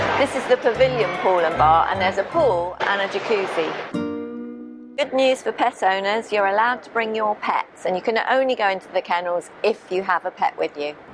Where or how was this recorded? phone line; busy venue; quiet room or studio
busy venue